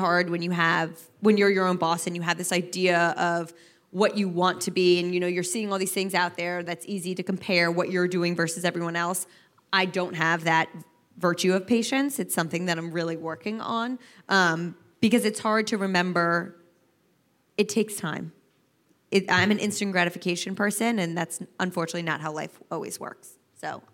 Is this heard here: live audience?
yes